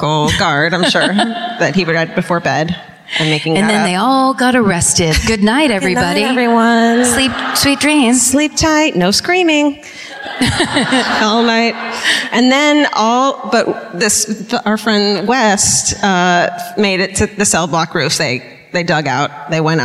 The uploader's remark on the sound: Live at the Davies Symphony Hall in San Francisco